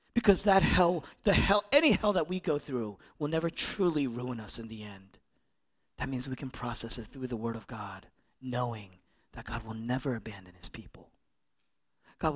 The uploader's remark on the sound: originally preached in East Falls, Philadelphia